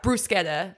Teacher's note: the trick is to not roll the R, but like pronounce the CH hard